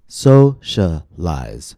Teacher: Stress falls on so, the first syllable, the first syllable is two syllables before the suffix.